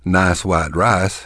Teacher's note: For years he has been studying Texas English, and he told me that Texans also reverse this diphthong process at times. We will sometimes convert what would be a diphthong into a monophthong.